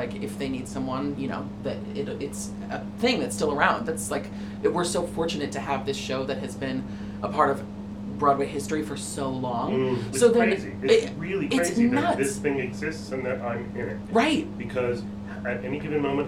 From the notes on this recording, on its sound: Coming at you live from the dressing room at the Ambassador theater. We sat down between shows on a two-show day of Chicago on Broadway.